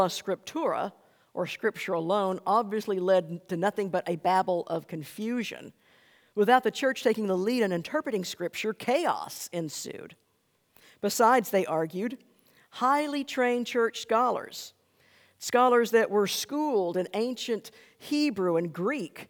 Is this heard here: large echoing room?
yes